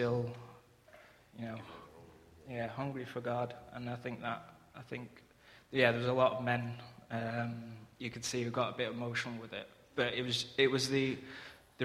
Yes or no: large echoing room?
yes